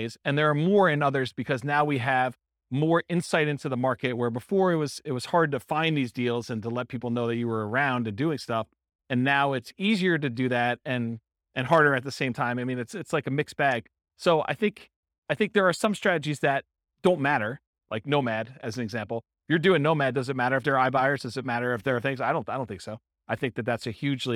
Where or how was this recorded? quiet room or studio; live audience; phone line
live audience